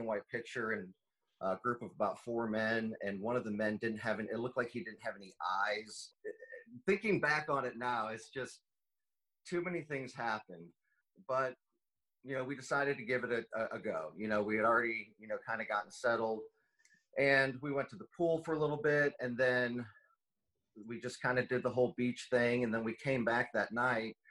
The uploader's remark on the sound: Jump right on our Zoom call.